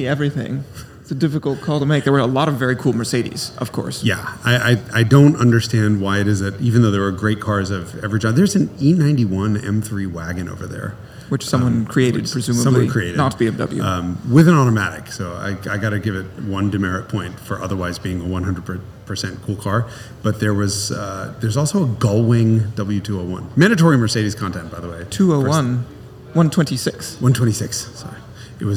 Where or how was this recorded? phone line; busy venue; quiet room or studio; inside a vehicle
busy venue